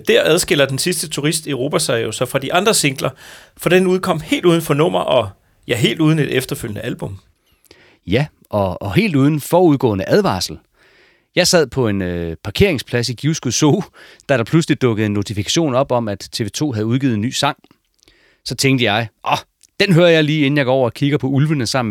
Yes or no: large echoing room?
no